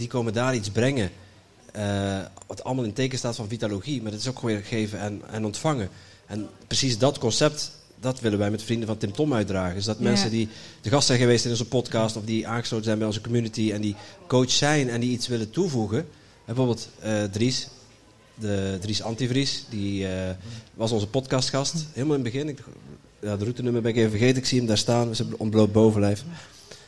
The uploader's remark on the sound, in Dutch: live op TimTom Festival '23